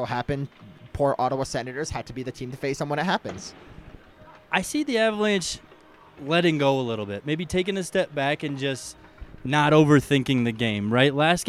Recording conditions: busy venue